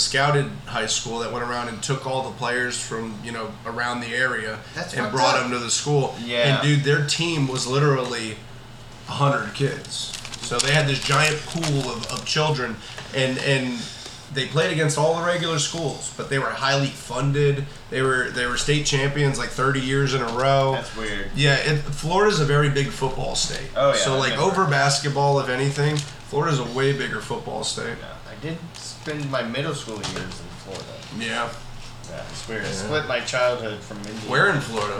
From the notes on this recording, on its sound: Despite recording technical difficulties.